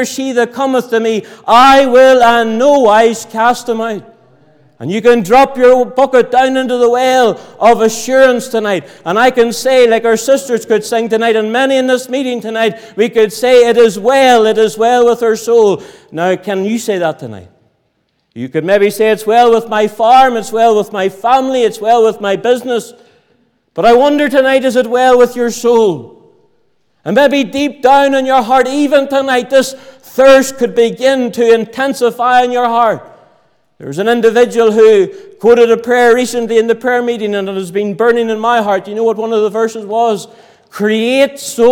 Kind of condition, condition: setting, large echoing room